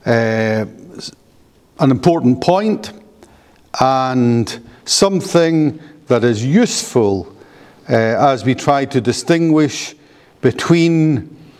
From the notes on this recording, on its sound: paper delivered at the Free Southern Presbytery Colloquium held in Knightswood Free Church -Continuing-, Glasgow, on Saturday 27 January 2024.